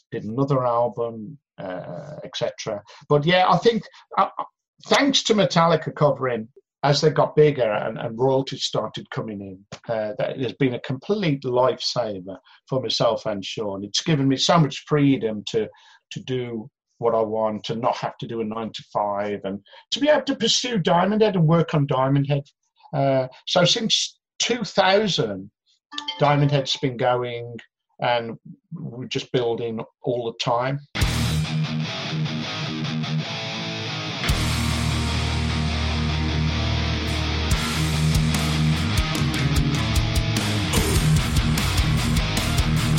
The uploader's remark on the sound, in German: In einem Zoom-Call.